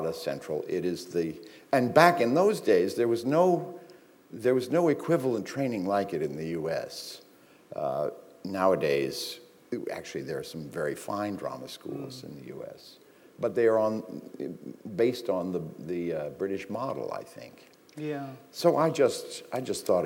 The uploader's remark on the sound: This is a recording of a live event from December 2012.